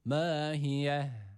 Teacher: Buradaki mim harfini uzatırken yine a sesi vermeyelim. M şeklinde okumamız gerekiyor. Ve burada sonda da yine duruyoruz.